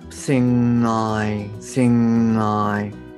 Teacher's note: こう鼻から抜けるような音なんですね